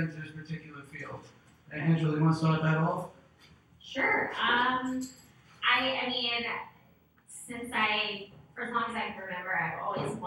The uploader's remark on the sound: This episode we had some audio issues.